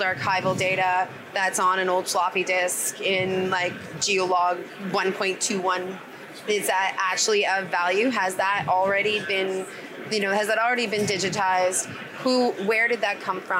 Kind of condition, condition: setting, busy venue